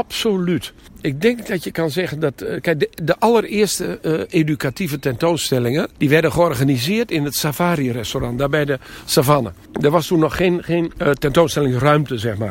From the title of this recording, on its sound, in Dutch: Wandeling door het Noorder dierenpark